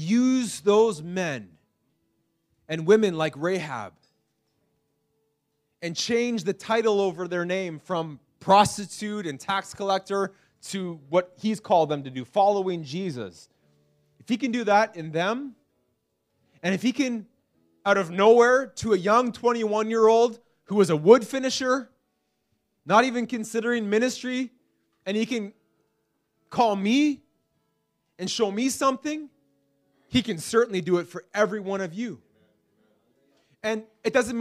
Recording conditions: large echoing room